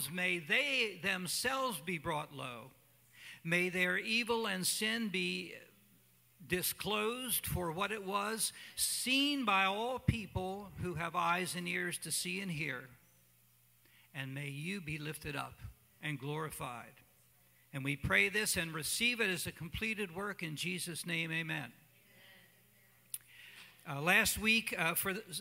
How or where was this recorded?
large echoing room